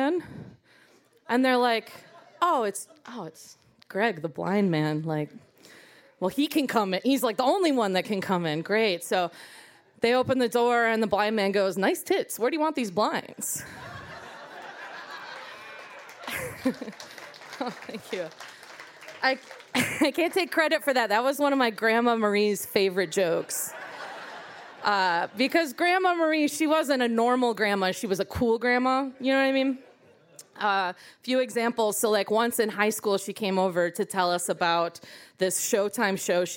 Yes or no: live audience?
yes